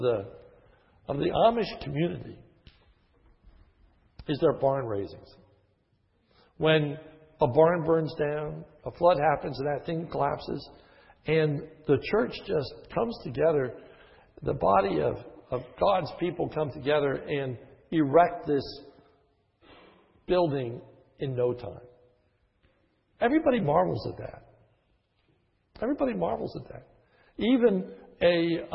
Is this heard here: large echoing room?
yes